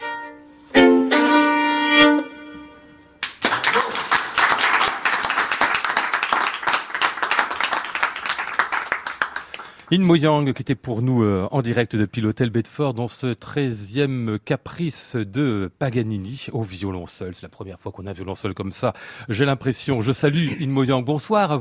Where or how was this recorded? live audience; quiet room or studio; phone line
live audience